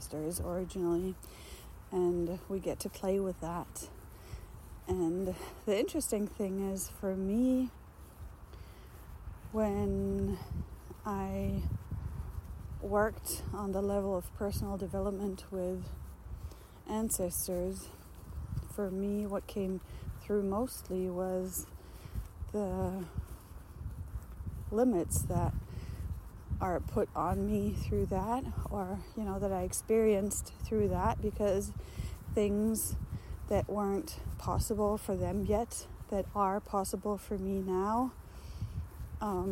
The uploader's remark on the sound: This recording was very spontaneous again, unfortunately, therefore without my mic, recorded directly into the phone. The autumn wind had some fun in it as well, sharing its own message relentlessly. I tried reducing it, because I‘m really sound sensitive and struggled a bit with it. I couldn‘t get it out without making it sound like I‘m in an empty factory building.